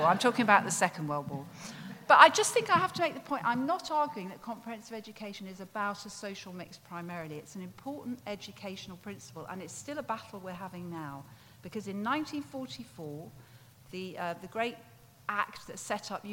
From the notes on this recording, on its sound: Recorded live at Wilton's Music Hall London in April 2019.